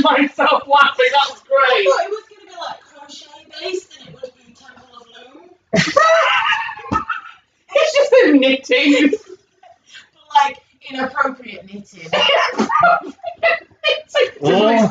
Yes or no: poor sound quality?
yes